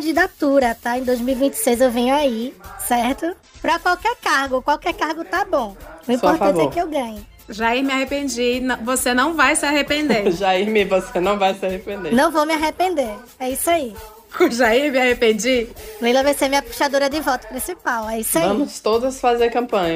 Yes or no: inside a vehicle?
no